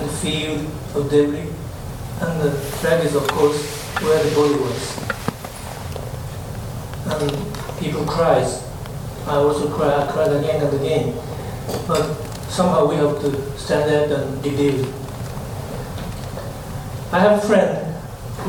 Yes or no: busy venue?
yes